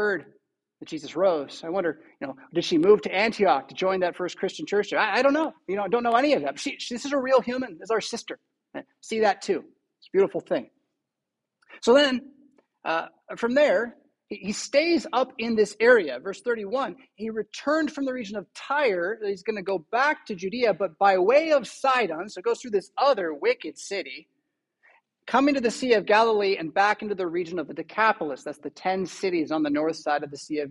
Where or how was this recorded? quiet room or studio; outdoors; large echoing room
large echoing room